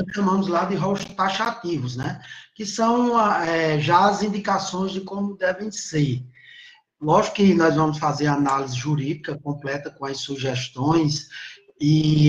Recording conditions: video call